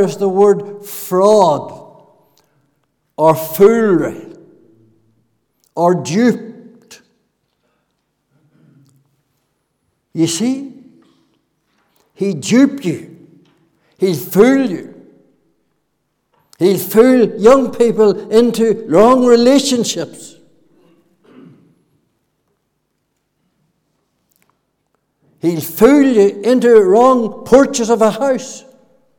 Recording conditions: large echoing room